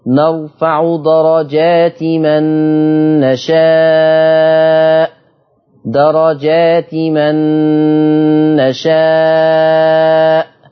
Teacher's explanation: بدون تنوين التاء مكسورة بس مش هنونها